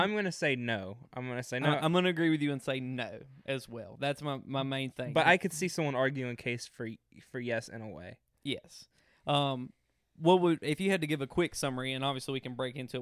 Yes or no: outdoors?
no